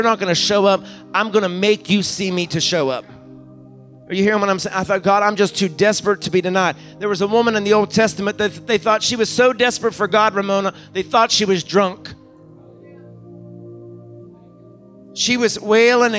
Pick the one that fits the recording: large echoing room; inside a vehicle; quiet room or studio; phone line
large echoing room